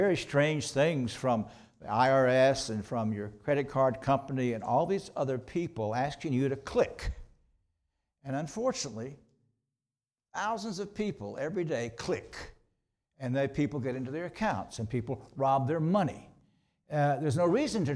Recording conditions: large echoing room